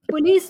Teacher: Police, there's stress on the last syllable.